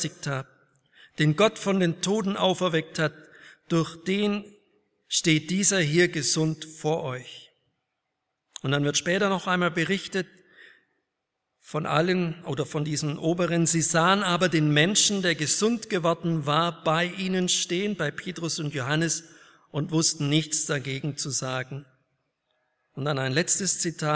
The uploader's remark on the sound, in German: aus dem Gottesdienst der Liebenzeller Mission